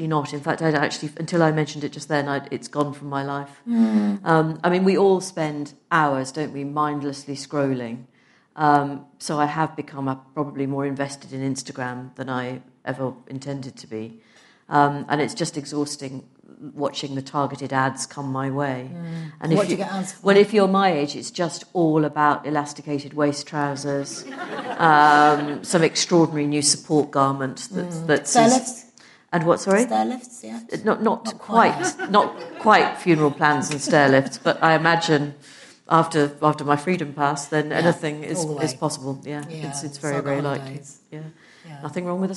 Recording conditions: live audience